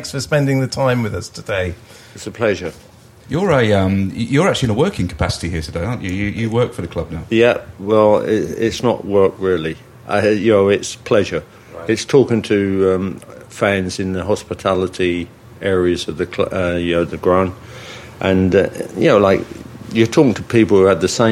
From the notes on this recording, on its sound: Coming live from the Millennium Hotel